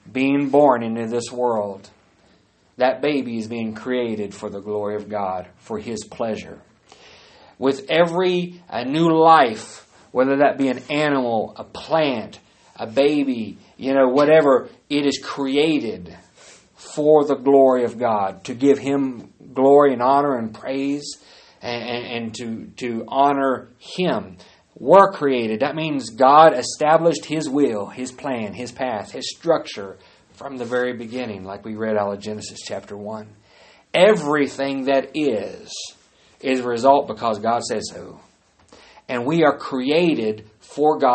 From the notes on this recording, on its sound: Live service. At Great Plains Apostolic Church in Lawton, OK.